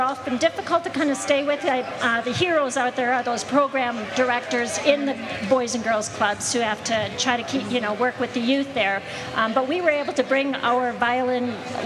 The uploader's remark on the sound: This is a special episode that was recorded in the Dick's lot